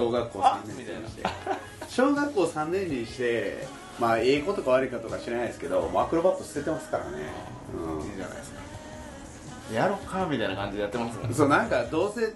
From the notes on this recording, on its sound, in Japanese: パーティーの中収録。ワンパク小僧乱入！